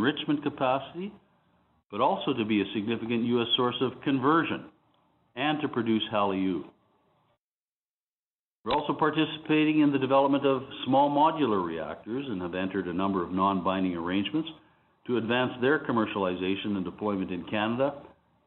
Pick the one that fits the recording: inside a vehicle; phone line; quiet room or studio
phone line